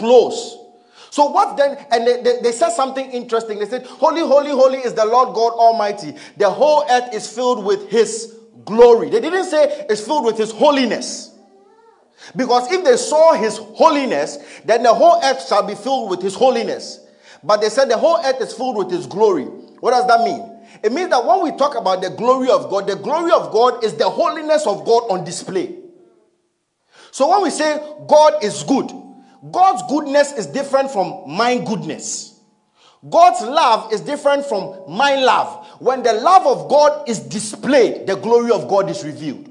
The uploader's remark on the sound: Message preached at ICGC Rehoboth Temple - Toronto